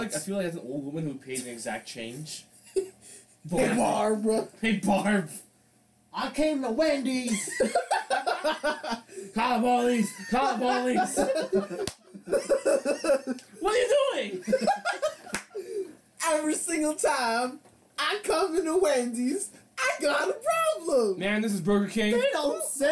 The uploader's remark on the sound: Old unreleased episode with old sound.